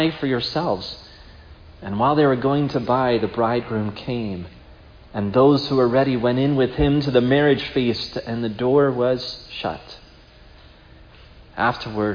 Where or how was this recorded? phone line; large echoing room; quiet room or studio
large echoing room